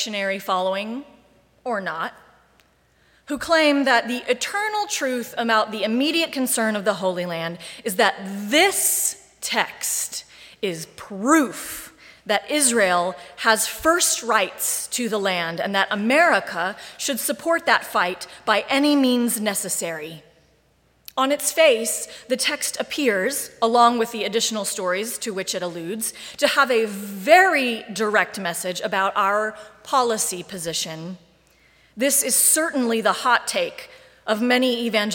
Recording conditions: large echoing room